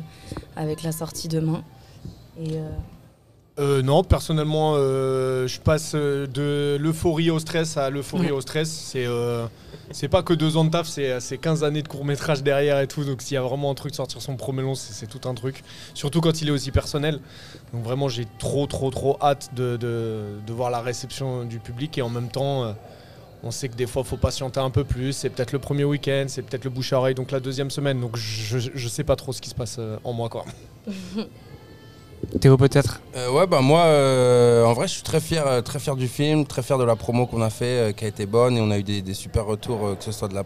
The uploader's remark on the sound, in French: À l'occasion de l'avant-première de Vermines à l'UGC Ciné Cité La Défense. Enregistré le mardi 26 décembre 2023 à l'UGC Ciné Cité La Défense.